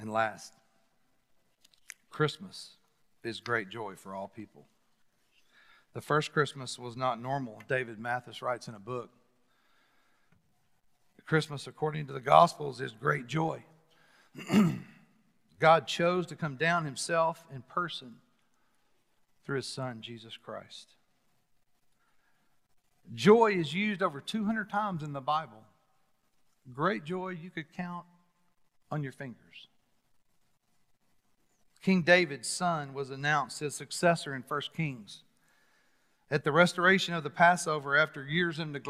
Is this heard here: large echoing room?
yes